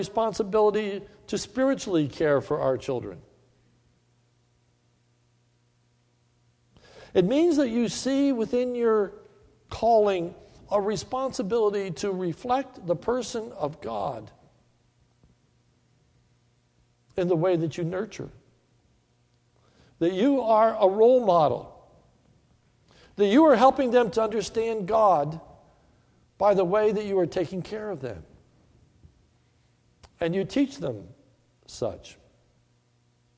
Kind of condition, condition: setting, large echoing room